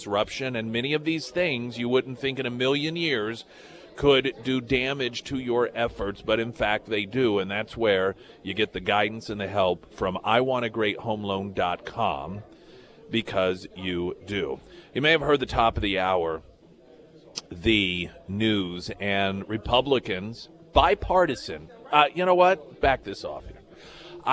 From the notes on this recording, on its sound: live at Scramblers Diner for the Friday Road Show